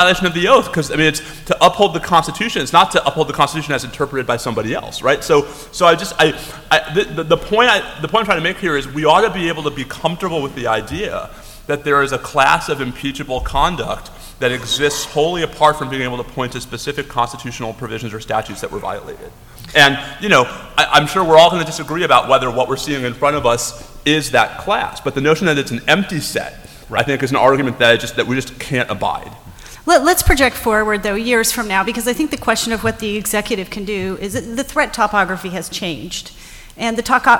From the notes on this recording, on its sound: We recorded this one in front of a large live audience at the Annual Review of the Field conference run by the ABA Standing Committee on Law and National Security.